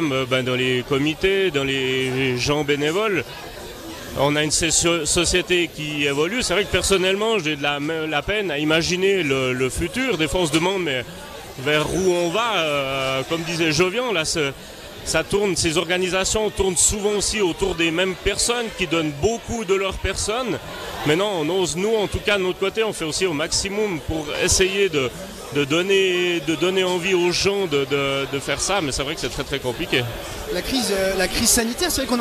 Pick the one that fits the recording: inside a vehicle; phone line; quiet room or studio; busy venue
busy venue